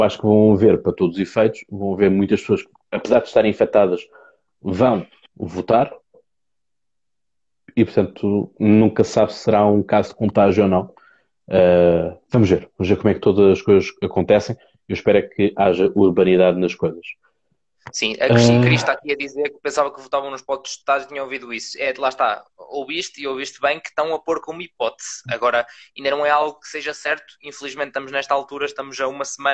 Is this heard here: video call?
yes